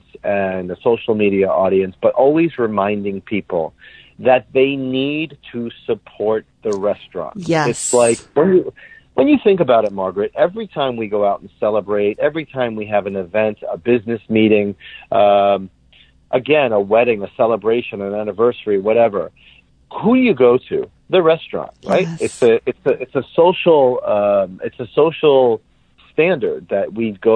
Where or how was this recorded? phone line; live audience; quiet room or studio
phone line